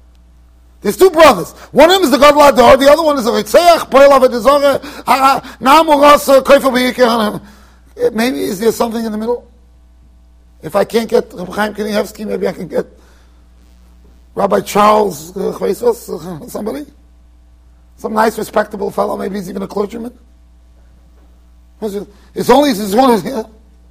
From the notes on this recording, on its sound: Shiur recorded in Yeshivas Ohr Reuven, Monsey NY